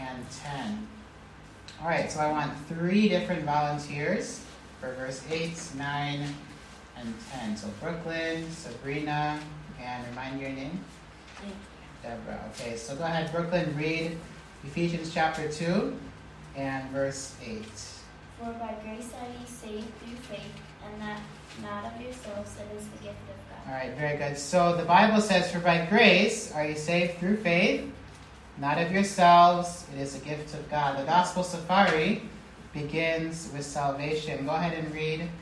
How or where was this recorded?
live audience